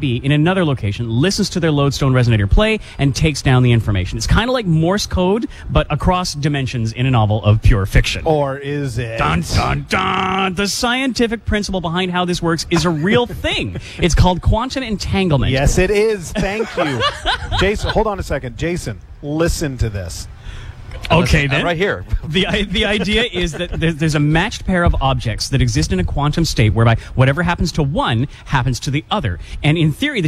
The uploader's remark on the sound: LIVE at Mayfair Shopping Centre